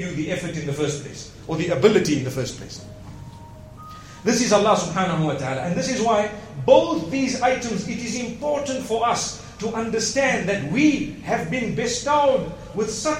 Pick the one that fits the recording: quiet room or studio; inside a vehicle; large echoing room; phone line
large echoing room